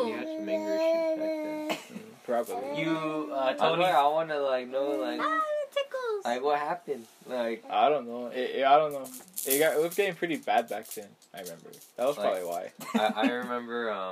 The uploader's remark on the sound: there is a lot of background noise